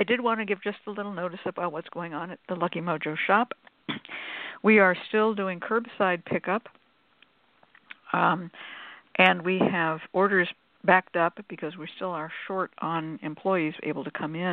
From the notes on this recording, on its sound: The Lucky Mojo Hoodoo Rootwork Hour is a real, live call-in show. Call in right when the show begins and listen via your phone.